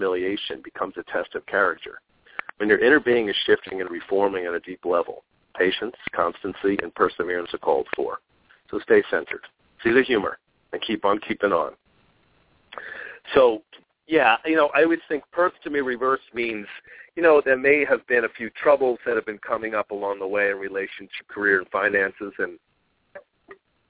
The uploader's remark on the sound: Callers may call in toward the end. We will open our phone lines earlier than normal.